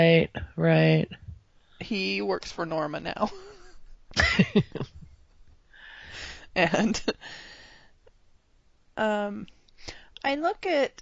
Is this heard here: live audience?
no